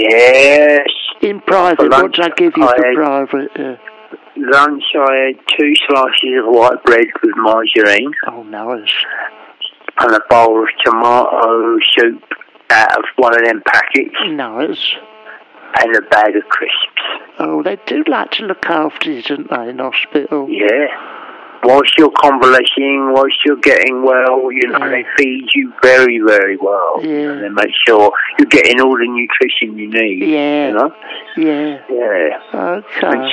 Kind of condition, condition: link, phone line